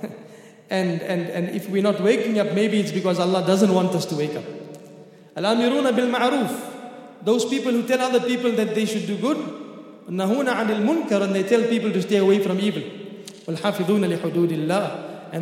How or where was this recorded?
large echoing room